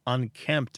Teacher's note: that consonant cluster in the middle, that MPT, sometimes makes unkempt sound like unkept